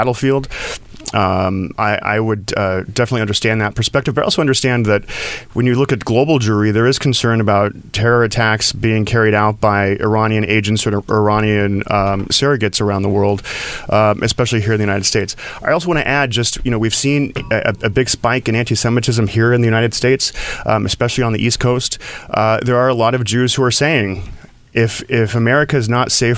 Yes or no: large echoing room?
no